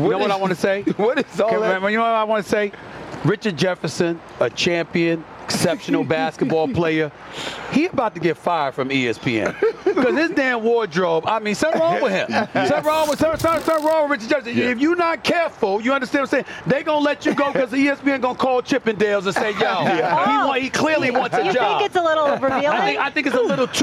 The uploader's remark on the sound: Live From Las Vegas! Live from the Super Bowl in Las Vegas.